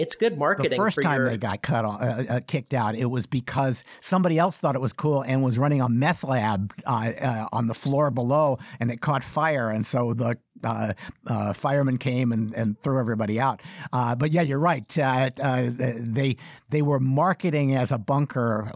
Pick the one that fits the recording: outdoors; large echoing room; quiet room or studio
quiet room or studio